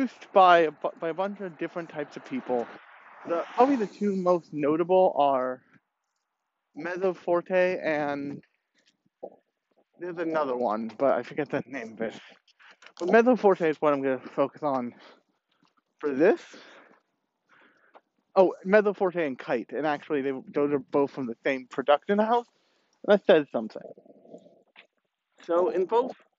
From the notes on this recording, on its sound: Let’s go for a walk and talk